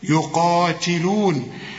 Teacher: التاء لازم تاخد بالك انها مكسورة وطلعها رقيقة. يقاتلون في سبيله، كل الكلمة مرققة.